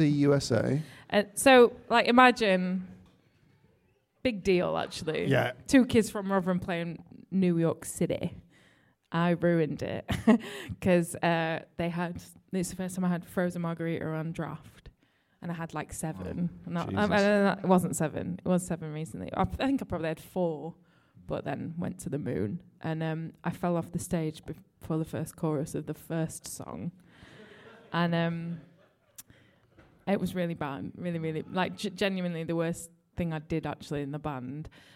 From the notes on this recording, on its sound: Having live music at The Moon Under Water has always been a point of contention with our guests. Our final live episode.